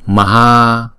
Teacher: Chữ Ha là đọc 2 nhịp, chữ Ma là đọc 1 nhịp